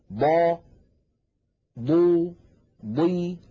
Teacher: يتجلى في الحرف المكسور، لما نقول مثلا ضا ضو ضي حتى عندما تكون الضاد مكسورة تكون ضخمة مفخمة تماما